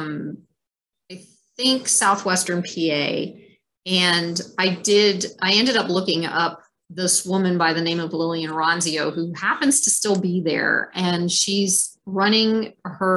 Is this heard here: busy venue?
no